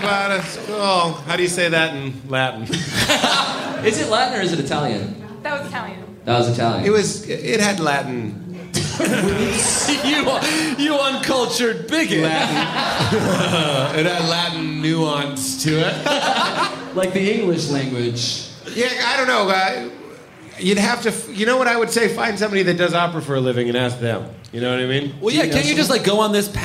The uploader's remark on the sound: joins us at NYComicCon for our first LIVE podcast recording